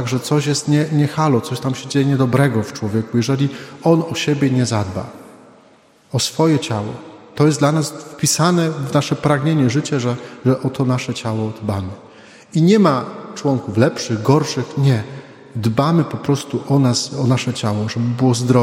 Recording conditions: large echoing room